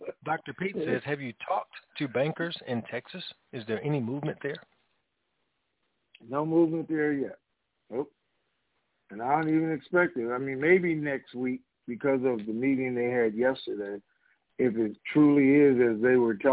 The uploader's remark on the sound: TNTSuperfantastic Conference Call